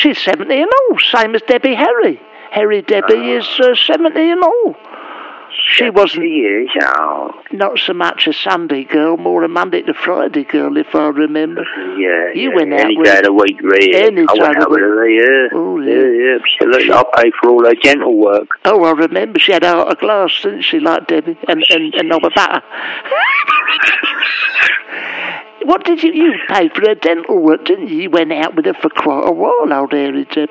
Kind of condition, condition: link, phone line